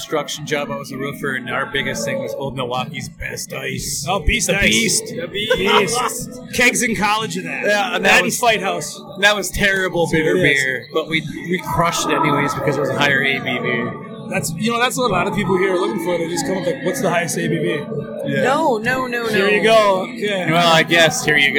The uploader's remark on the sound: Bacon & Beer Fest. A fan that just happened to be walking by at the moment!